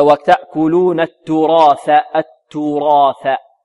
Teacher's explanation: وتأكلون التراث التراث مع تفخيم الراء. لماذا الراء مفخمة يا بارك الله فيكم؟ لأنها مفتوحة وبعدها ألف، الألف مفخمة كذلك لأن الألف تتمع ما قبلها التراث.